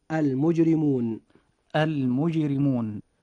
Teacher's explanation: حرف الراء جاء في هذه الكلمة مكسورا فيجب ترقيقه، فتنطق هذه الكلمة هكذا: المجرمون المجرمون. · Term: الترقيق